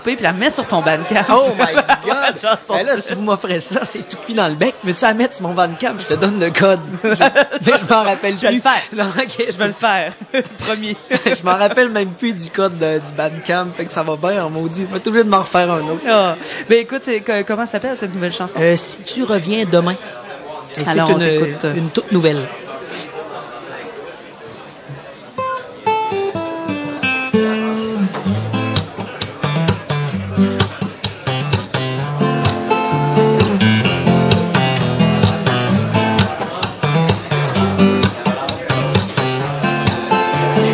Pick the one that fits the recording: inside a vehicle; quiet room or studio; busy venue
busy venue